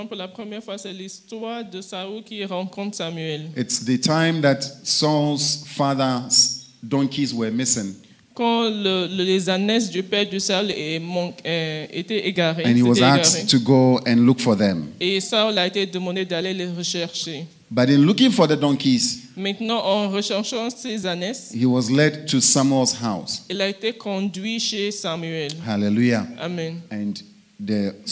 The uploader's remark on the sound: Preached during Joyful Hour Sunday Service at FCI Ministries, Rabat, Morocco.